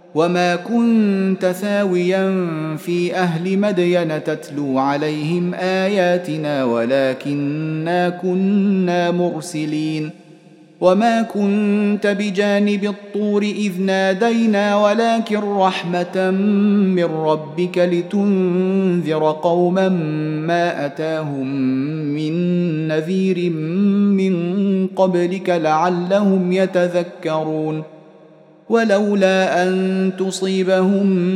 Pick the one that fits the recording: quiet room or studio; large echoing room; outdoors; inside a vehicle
large echoing room